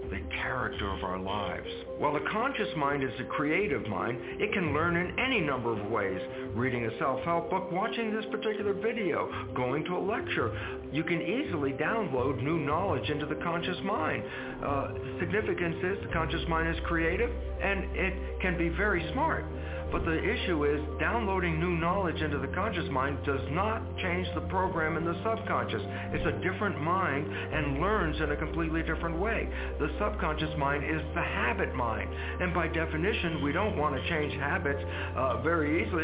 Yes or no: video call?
no